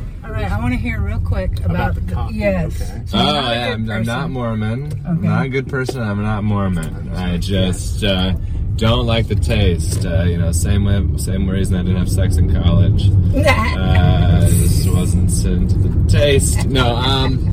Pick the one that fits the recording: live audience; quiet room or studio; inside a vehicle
inside a vehicle